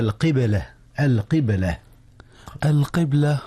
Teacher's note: قلقلة الباء، إذ الباء ساكنة